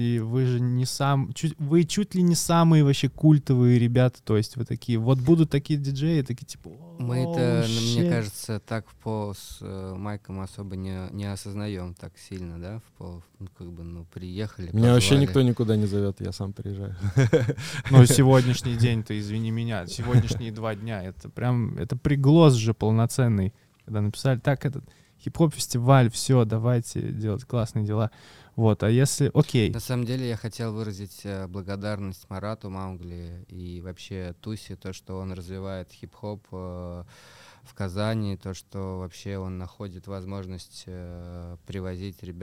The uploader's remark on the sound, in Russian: В рамках 2-х дневного фестиваля HIP HOP KAZAN в области хип-хоп культуры, объединившего в себе музыку и танец, записали классный выпуск!